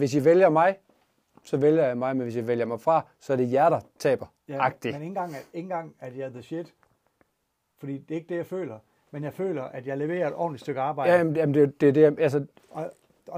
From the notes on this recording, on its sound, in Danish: afsnittet blev optaget i tronsalen